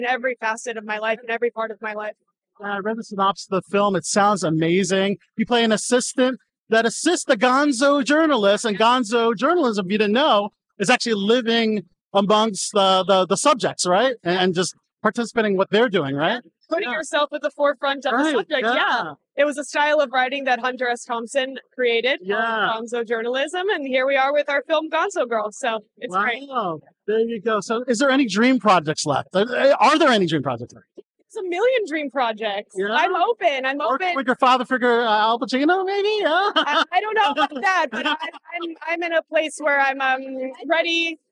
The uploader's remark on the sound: Presents the rest of our incredible interviews from on location at the National Hispanic Foundation of the Arts annual event, Noche Musical!